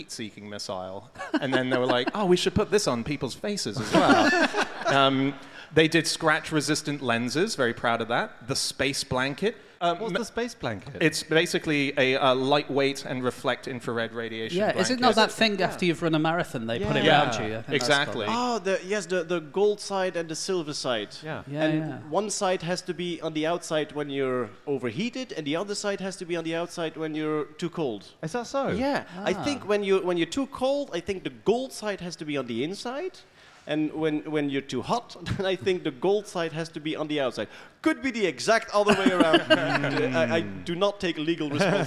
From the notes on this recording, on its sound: Live from the Nerdland festival in Ghent